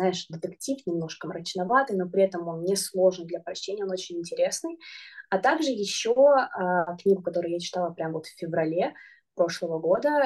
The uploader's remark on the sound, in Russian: мы записали новый зумподкаст